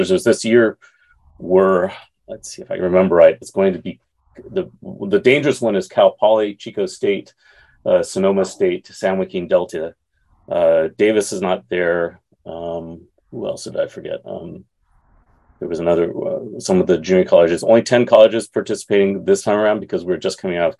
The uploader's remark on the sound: originally on Zoom